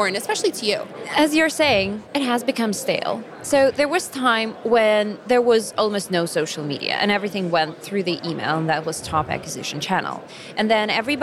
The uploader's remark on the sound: From the show floor at B2BMX 2023.